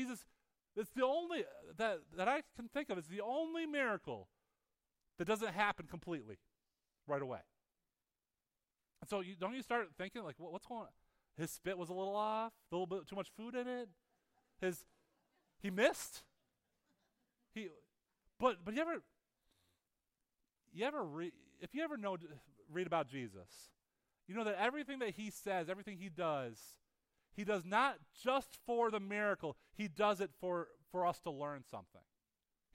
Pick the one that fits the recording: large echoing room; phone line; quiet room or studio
large echoing room